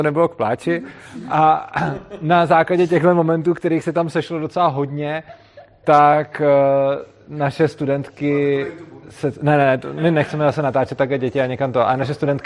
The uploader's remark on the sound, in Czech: jsme vystoupili v Divadle Pod čarou v Písku; publikum bylo dost různorodé